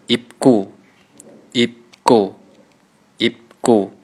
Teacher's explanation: 第二字 gu，正确读音呢有其实有音变的。第二字读紧音